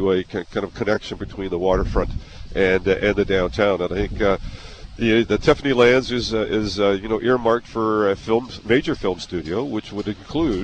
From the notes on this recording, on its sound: Live from Gore Park. Live broadcast from Veteran's Place, in downtown Hamilton, Ontario.